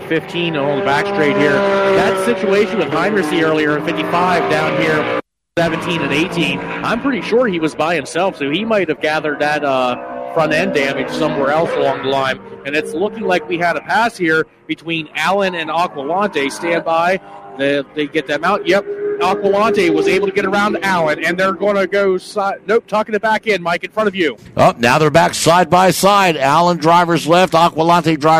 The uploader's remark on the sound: Broadcast the races for the Hoosier Tire SCCA SuperTour Series, held at Pittsburgh International Race Complex just outside the village of Wampum PA. Pittsburgh International Race Complex is an auto racing road course located in Wampum, Pennsylvania.